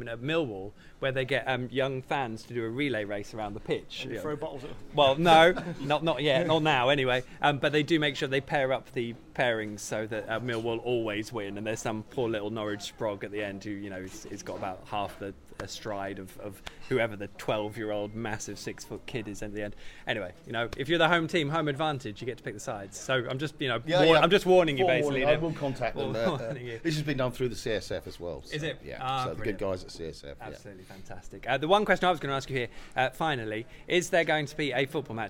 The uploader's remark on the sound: The PinkUn Show 171 is LIVE from Departure Lounge. All Canaries supporters are welcome every week to pop along to the pub and have their say live on the show.